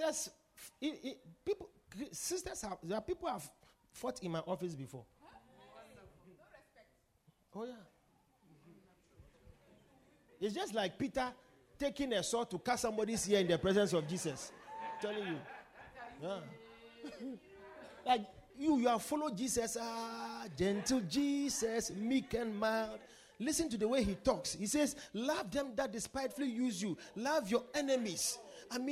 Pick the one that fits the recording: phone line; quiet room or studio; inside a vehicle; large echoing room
large echoing room